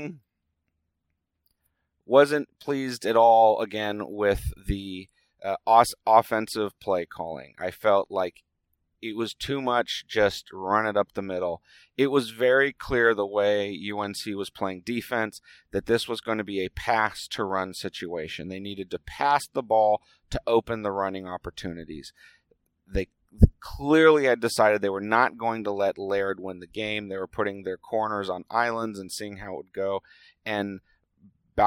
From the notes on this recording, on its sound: It was recorded on the drive home as always